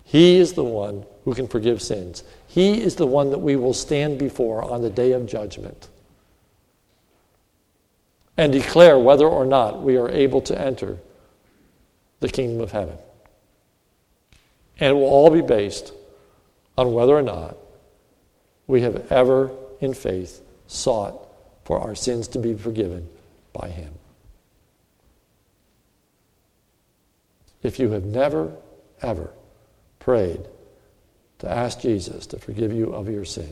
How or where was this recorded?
large echoing room